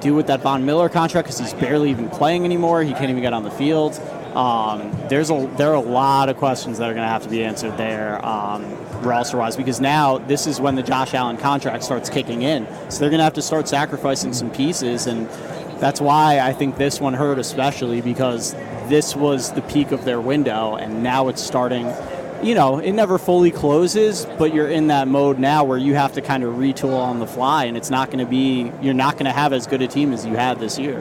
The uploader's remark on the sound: From Radio Row